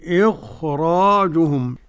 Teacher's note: كل القراء يقرؤون بتفخيم الراء، يقولوا إخراجهم، إلا ورش قرأها بالإيه؟